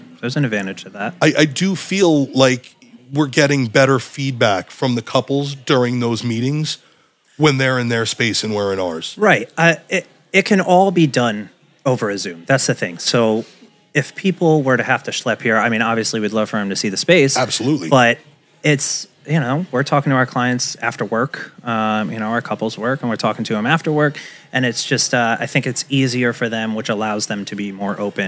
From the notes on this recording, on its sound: live recording taken from the all new EMG Podcast Studio during the HQ Grand Opening Event September 27, 2023